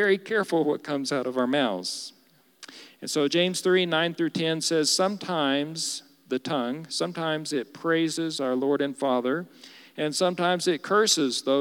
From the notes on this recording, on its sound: Recorded live during our Wednesday night service